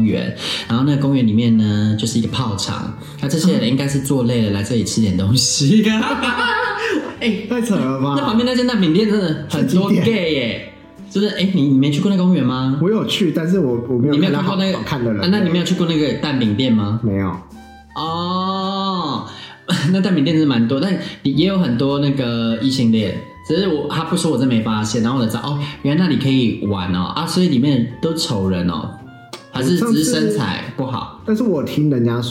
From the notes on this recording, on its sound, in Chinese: 手機錄音 主持人內鬥。本集是手機錄音唷～。